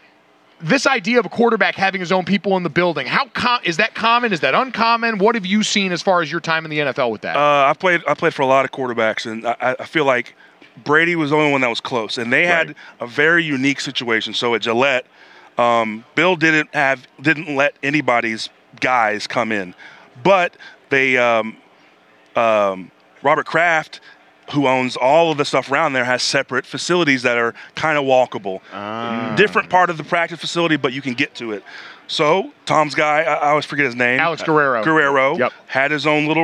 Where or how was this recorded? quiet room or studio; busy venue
busy venue